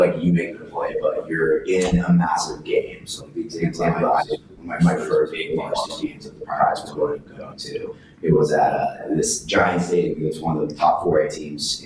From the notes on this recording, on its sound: We did experience audio issues throughout the recording